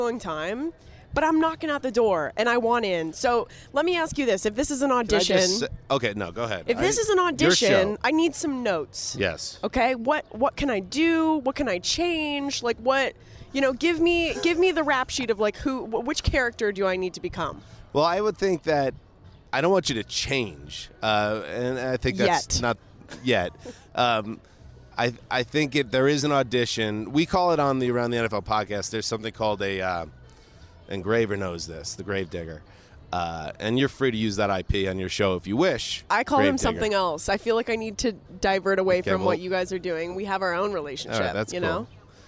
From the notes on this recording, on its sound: poolside at the Bellagio Hotel in Las Vegas